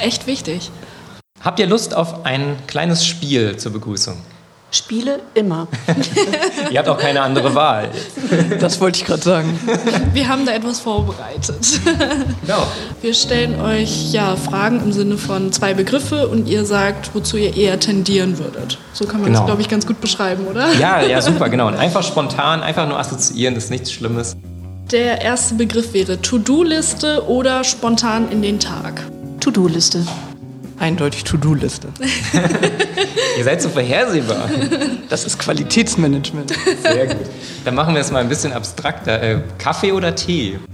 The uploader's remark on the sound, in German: Sonderfolge unseres Podcasts, die wir live auf dem Campus in Vechta aufgenommen haben.